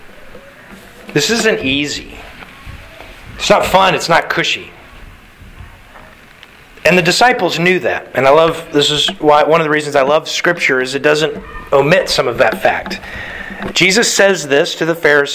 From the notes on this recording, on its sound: Sermon delivered to the Galena Bible Church